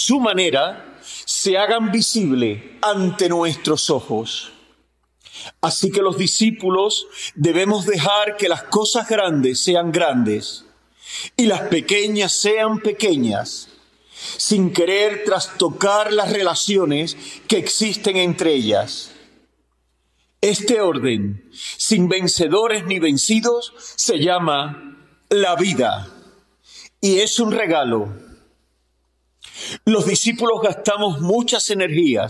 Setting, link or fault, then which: setting, large echoing room